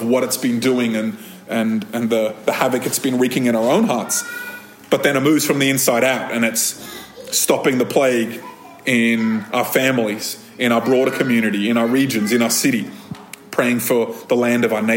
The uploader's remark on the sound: This episode of Thrive Community podcast was recorded at a Thrive Community gathering on 21st January 2023.